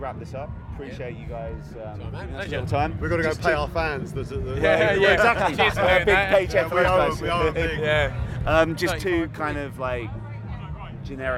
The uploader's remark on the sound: Our interviews from 2000 Trees Festival. Listen out for a cameo from a couple of fans.